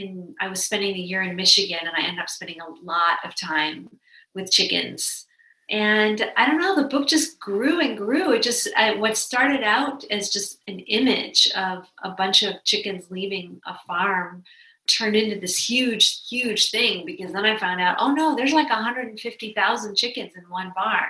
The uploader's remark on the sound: In tonight's virtual conversation